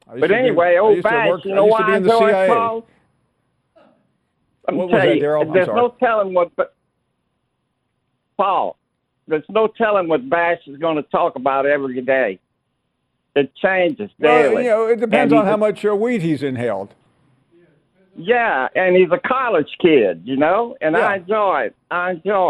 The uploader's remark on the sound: we continue taking your phone calls